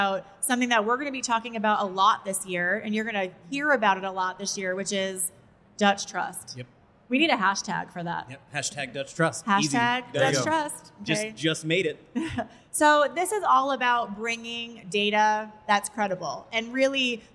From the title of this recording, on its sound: Live from A4M World Congress in Las Vegas